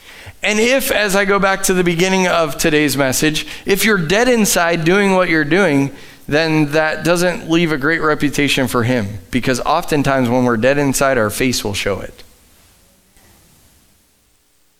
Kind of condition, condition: setting, large echoing room